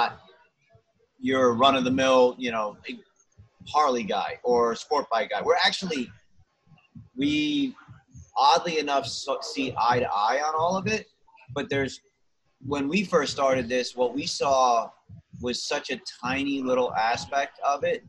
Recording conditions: video call